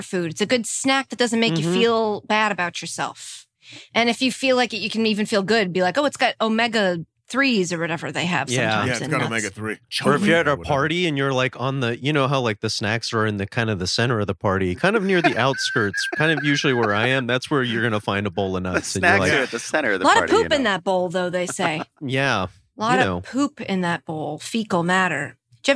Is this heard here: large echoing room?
no